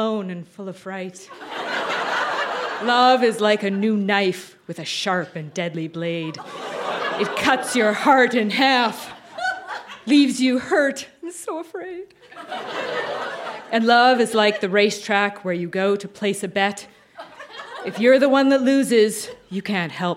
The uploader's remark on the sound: Recorded live at the Artesian in Regina, SK.